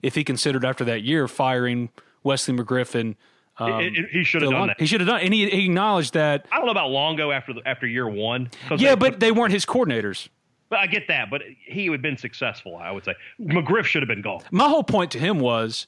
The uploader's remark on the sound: Call in from fall camp. On the Modern Woodmen phone line.